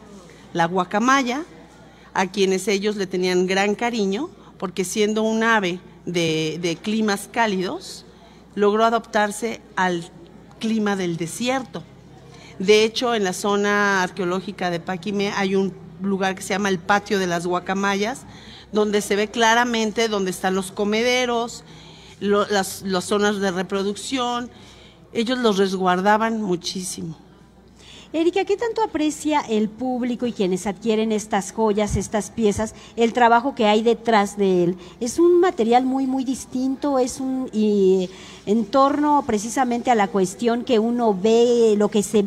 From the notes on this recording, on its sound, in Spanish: conversamos totalmente en vivo desde #Original2023